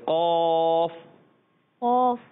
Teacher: زبان کی جڑ اور تعلق نرم حصے سے · Term: قاف کا مخرج